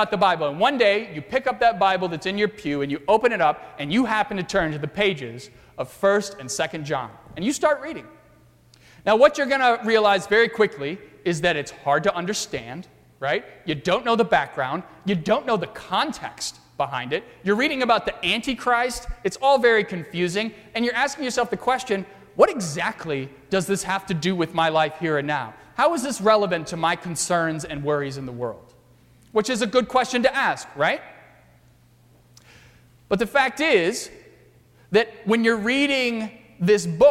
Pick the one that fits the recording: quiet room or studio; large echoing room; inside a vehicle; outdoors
large echoing room